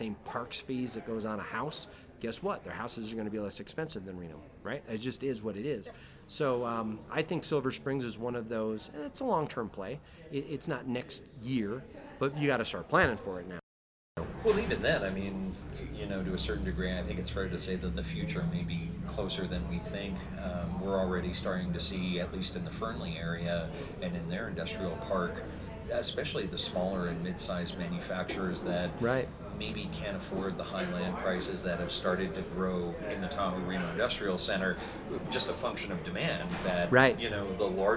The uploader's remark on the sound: Speaks with presenters and special guests at the Northern Nevada Opportunity Zone Summit in Reno, NV.